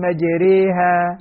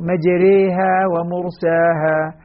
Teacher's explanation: إذن كلمة مجريها فيها الترقيق قولا واحدا بسبب الإمالة التي فيها